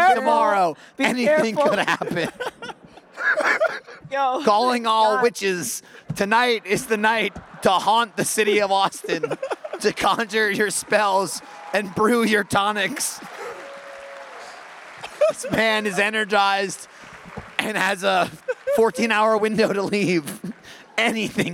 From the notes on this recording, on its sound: Coming to you LIVE from RTX 2022